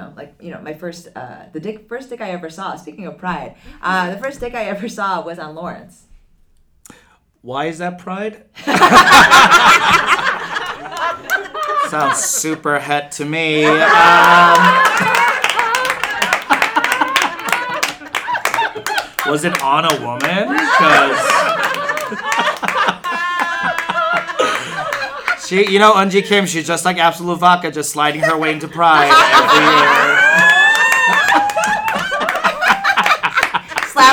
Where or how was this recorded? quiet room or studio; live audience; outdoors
live audience